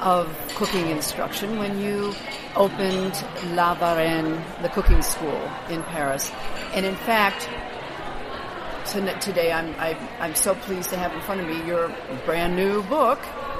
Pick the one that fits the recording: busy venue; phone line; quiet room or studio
busy venue